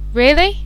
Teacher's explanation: The rising tone, which is used in questions expecting a yes-no response, or to express surprise, disbelief, etc. The voice rises sharply on the stressed syllable.